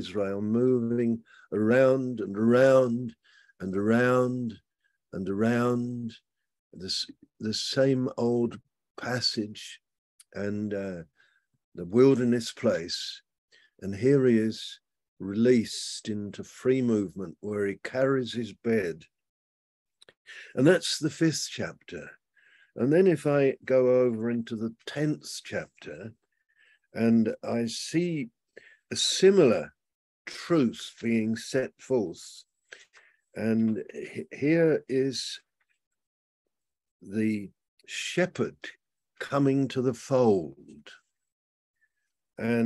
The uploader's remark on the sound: Malaysia Meets (Zoom)